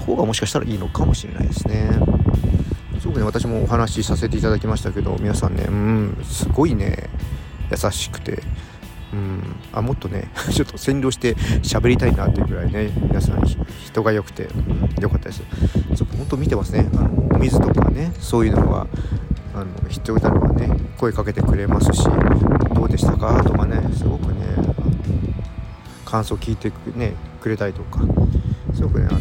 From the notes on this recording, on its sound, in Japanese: うちゅうブルーイングのタップルームに行ってみた！外で収録したため、風の音が強く入っています。